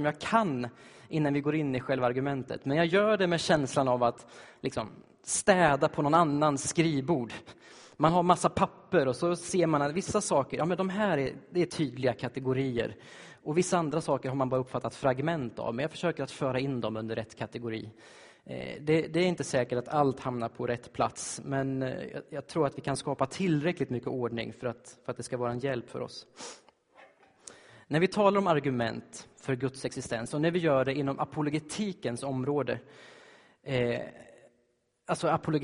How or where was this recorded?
large echoing room